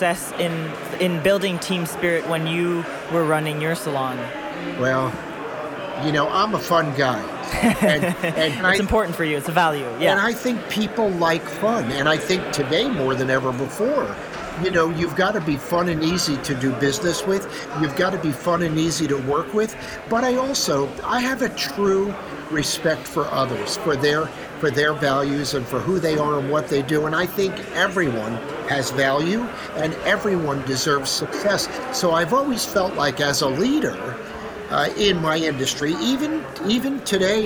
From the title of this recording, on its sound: Live From The Salon Owners Summit 2023